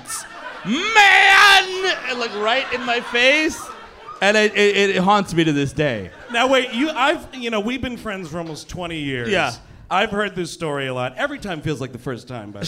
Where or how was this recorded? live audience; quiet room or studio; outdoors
live audience